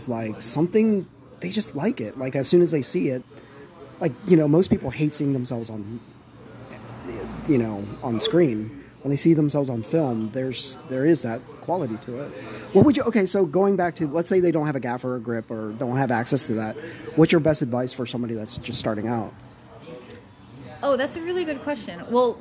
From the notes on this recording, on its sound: Live from ASCF clubhouse (also known as The Cigar Warehouse)